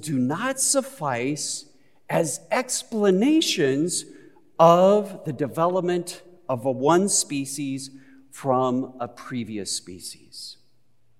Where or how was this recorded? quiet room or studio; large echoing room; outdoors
large echoing room